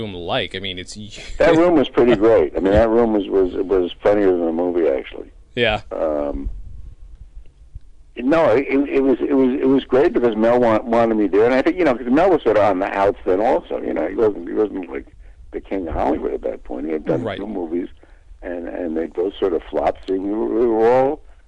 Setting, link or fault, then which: link, phone line